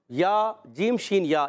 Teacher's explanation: جیم شین یا، ان کا مخرج ایک ہی ہوتا ہے، زبان کا درمیان تعلق کے درمیان سے ادا ہوتے ہیں. حرف شجریہ کہتے ہیں جیم شین یا کو.